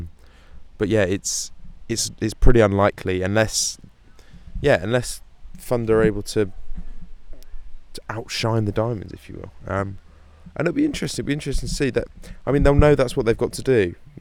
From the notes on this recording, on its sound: live from Blackpool Cricket Club